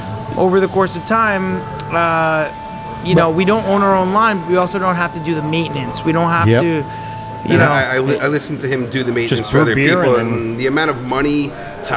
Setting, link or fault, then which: setting, busy venue